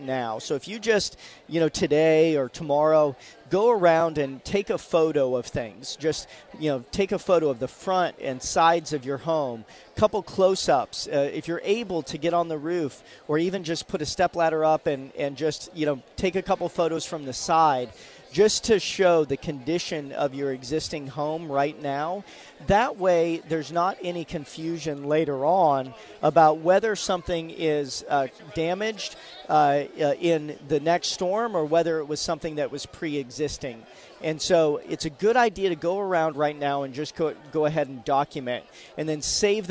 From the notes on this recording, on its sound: live this week from the First Alert Hurricane Expo